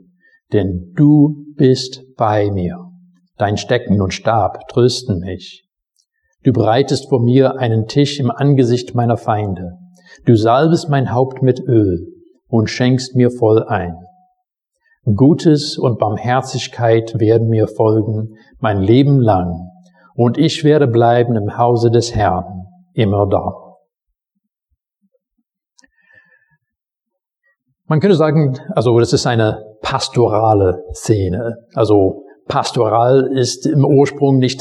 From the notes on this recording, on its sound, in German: Predigt aus dem Gottesdienst